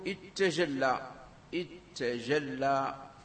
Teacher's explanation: فيدغم أحد المثلين في الآخر فتسكن إحدى التائين أو التاء الأولى، نعم، فيؤتى بهمزة الوصل توصلا لنطق الساكن. · Term: الإدغام